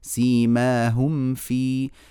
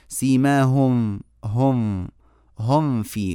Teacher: أطبقنا الشفتين كويس وبعدين دخلنا إلى الفاء · Shown in: first take